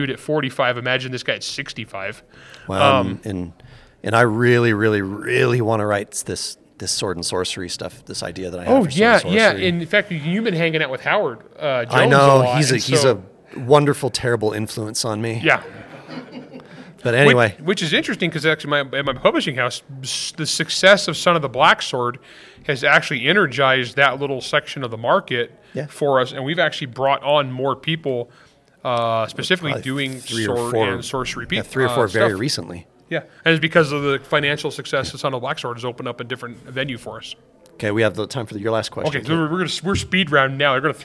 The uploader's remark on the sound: Did a live Q&A session with attendees at the Writer's Cantina. Attendees were all writers. This episode was recorded live Saturday, July 8, 2023 at the Writers Cantina in Utah.